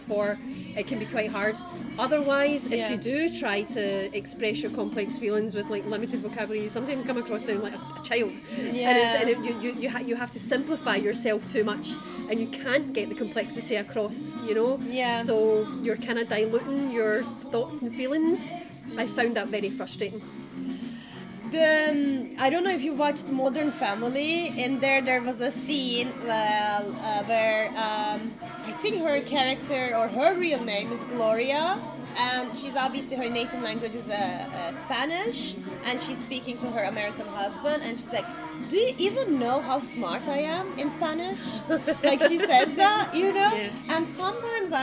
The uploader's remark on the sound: We recorded this episode on 17 February 2024, at Paradis du Fruit. We recorded this episode on 17 February 2024, at Paradis du Fruit.